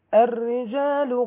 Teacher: احنا عندنا الراء هنا مرققة في الرجال، كلمة الرجال طبعا مرققة ومشددة في نفس الوقت، ولعلي قلت قبل كده ان الراء ما بتكون مشددة بتكون معرضة للتكرير، والتكرير منهي عنه.